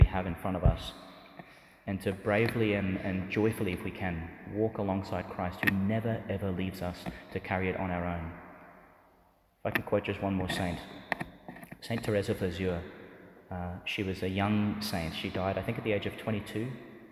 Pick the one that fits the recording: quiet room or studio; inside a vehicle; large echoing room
large echoing room